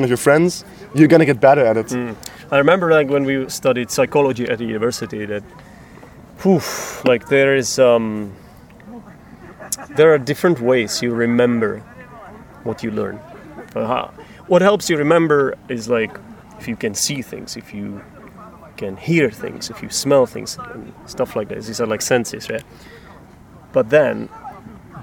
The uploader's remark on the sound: recorded at a lake in Podebrady